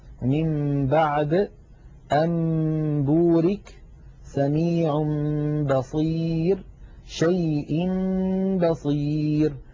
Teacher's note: إن أتى بعد النون الساكنة أو التنوين باء نقلب النون أو التنوين إلى ميم ثم نخفي تلك الميم عند الباء بتطويل غنتها ويرتفع وتنطبق الشفتان على الميم وعلى الباء انطباقة واحدة. · Term: القلب